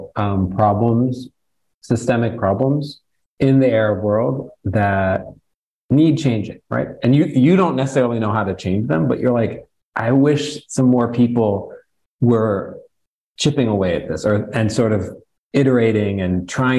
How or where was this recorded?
video call